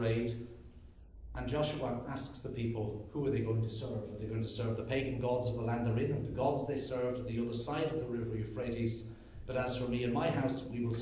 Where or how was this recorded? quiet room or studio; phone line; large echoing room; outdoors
large echoing room